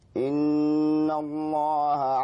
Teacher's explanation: نون مشددة حاول تغنى حركتين